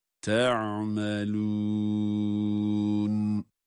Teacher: Sonra da meddi arız olması itibariyle de dört elif miktarı kadar uzatıyoruz. Ama sondaki nun harfinin gunnesini mutlaka belirtmemiz lazım